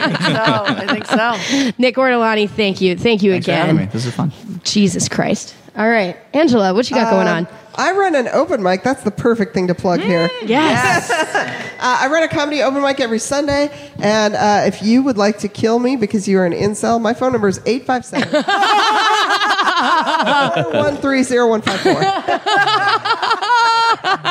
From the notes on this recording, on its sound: All of this in front of a live audience at Somerville's VOX POP studio in Assembly Row.